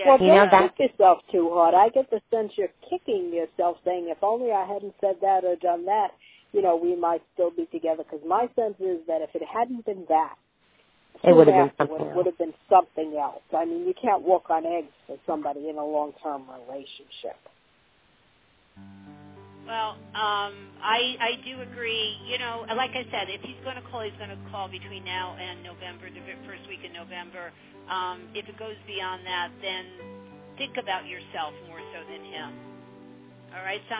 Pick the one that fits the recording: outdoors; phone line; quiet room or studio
phone line